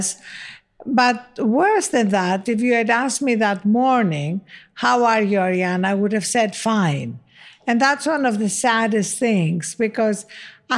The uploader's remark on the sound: Recorded in front of a live audience at The Wing in New York's SoHo.